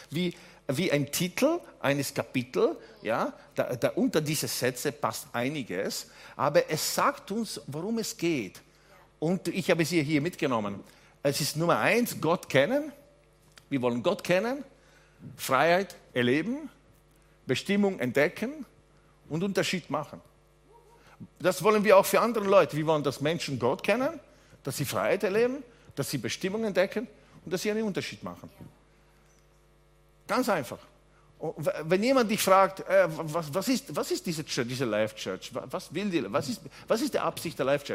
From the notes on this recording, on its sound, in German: Gottesdienst live aus der LIFE Church Wien